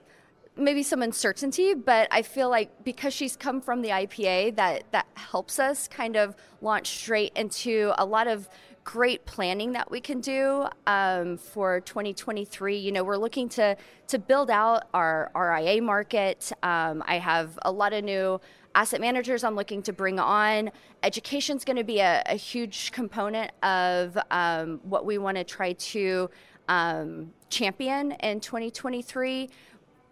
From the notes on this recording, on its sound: Live At IPAVision 2022. With a live update from the event.